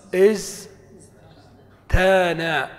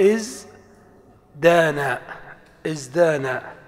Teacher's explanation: ثم نقلب التاء دالا لأن فاء الكلمة زاي · Shown in: second take · فيقال إز دانا، إز دانا.